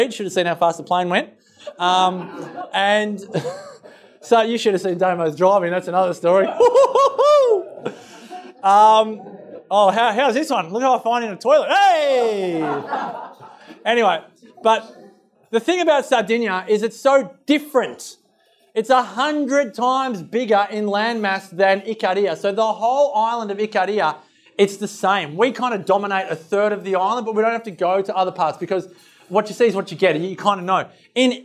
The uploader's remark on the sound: Live Recording Part 2. This recording from the event.